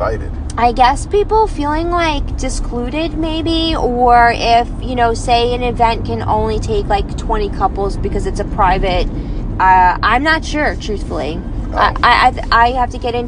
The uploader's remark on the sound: Heading home from Secret Sinsations hotel takeover with Mizzy's Boutique. Chit chat it up in the car.